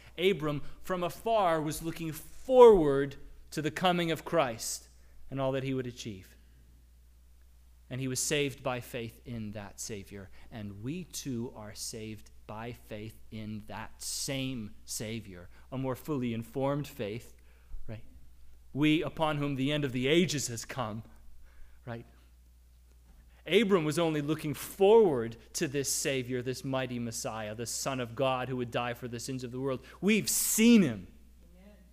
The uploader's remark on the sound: Audio from our service on August 28, 2022